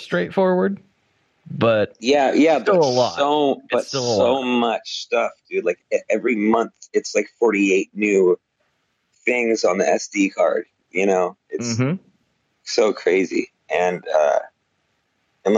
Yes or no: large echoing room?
no